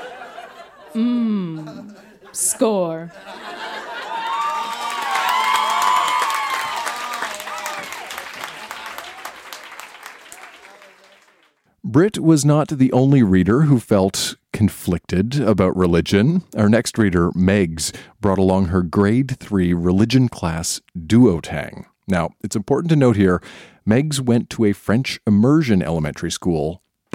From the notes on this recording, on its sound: Recorded live at La Vitrola in Montreal, QC.